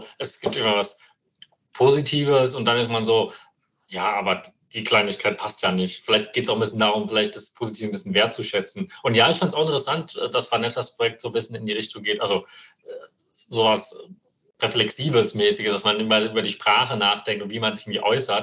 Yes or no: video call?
yes